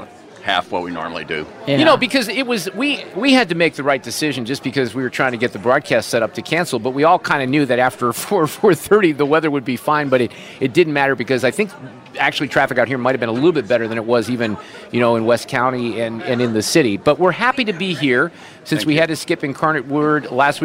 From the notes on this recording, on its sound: Live from the Knights of Columbus at St. Joseph's Pezold Banquet Center in Cottleville.